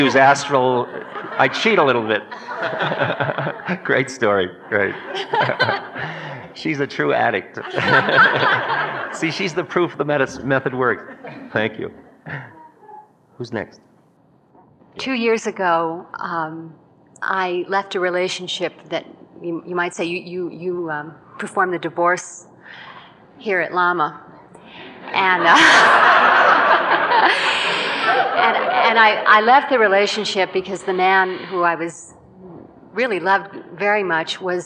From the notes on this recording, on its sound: Q&A session from 1989